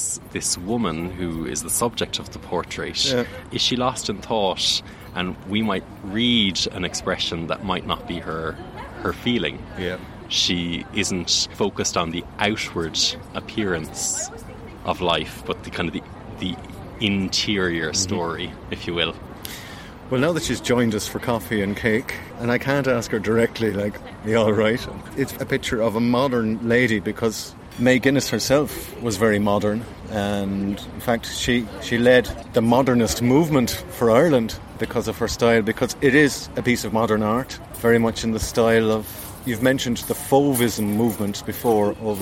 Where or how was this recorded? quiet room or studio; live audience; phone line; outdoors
outdoors